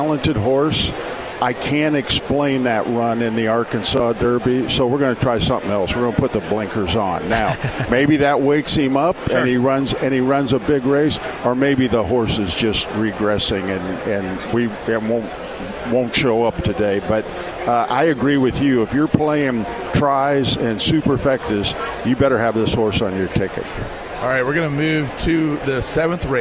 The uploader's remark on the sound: live from Churchill Downs